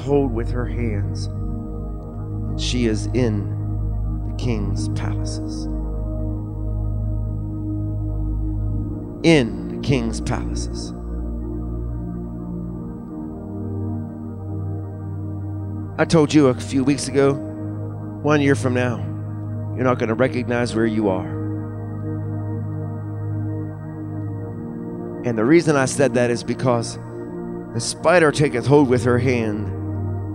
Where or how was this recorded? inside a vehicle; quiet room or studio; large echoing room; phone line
large echoing room